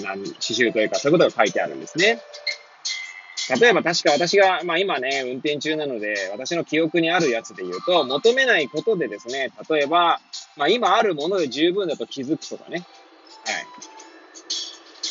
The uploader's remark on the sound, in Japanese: Airpods を付けた状態で、車中で収録しており、雑音などが入る可能性があり、ご容赦ください。